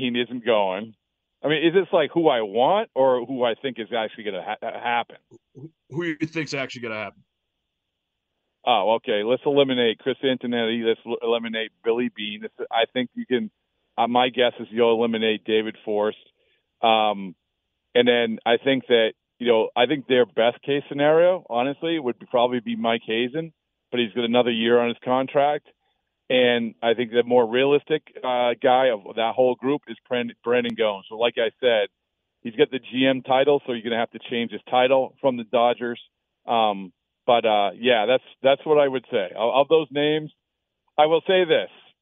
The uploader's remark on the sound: Calls in Live